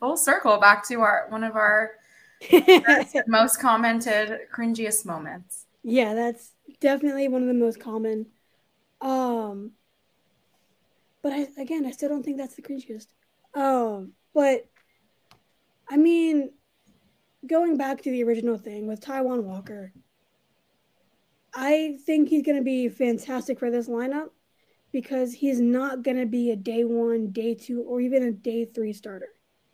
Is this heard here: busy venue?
no